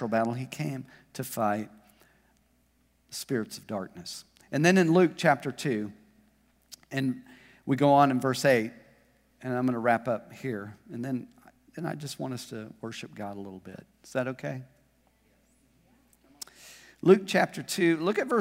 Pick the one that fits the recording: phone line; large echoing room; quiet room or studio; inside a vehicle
large echoing room